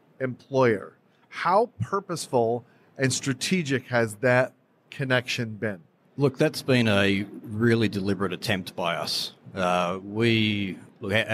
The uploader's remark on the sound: On location at Online Retailer 2019. The Live Podcast Series with NORA Network and Mouthmedia Network made a triumphant return to the Online Retailer expo floor.